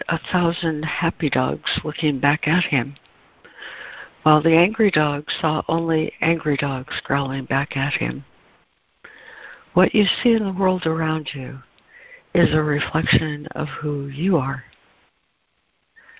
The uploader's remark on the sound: ACIM Daily Conference Call.